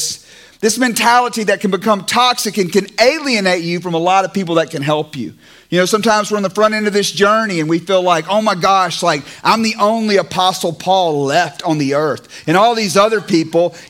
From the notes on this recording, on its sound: It is captured in front of a LIVE audience at Good Landing’s Friday Night Recovery Church experience!